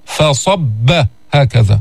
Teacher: راعي أن لا تفخم الفاء لأجل الصاد